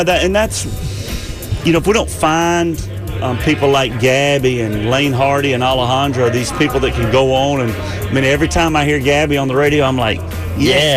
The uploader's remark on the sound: live from the 2019 CMA Awards in Nashville!